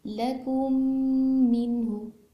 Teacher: मीम की मीम से आवाज़ मिल जाएगी अच्छी तरह से · Term: इदगाम